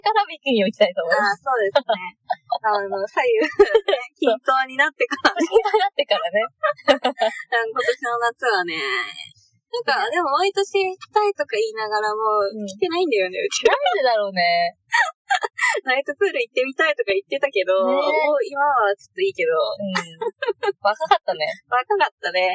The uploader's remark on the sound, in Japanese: 初の対面収録！なぜか音がキンキンしていたり声が聞こえにくかったりと音質が最悪でございます！